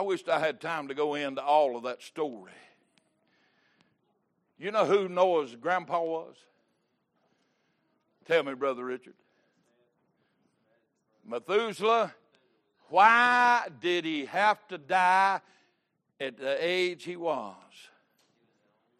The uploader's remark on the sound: Recorded August 7, 2022 - Sunday Morning Service